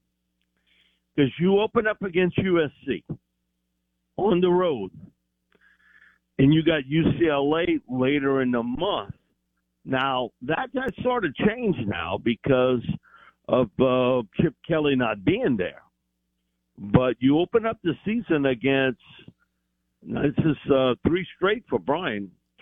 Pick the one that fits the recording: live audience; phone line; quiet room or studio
phone line